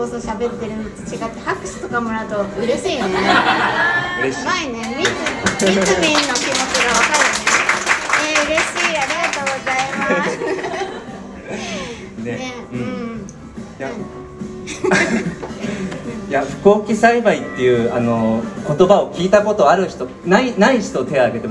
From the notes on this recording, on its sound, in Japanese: 11月3日に開催したスペシャルサラダパーティで初めての公開収録。